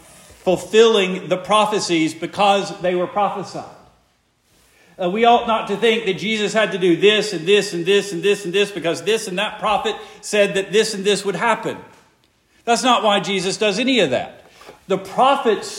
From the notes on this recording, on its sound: Preached the morning of February 25, 2024, for the Heidelberg Presbyterian Church in Heidelberg, Mississippi.